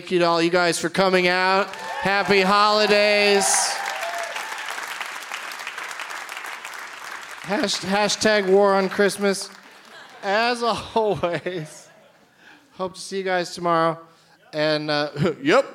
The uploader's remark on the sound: Live from the Gramercy Theatre in New York City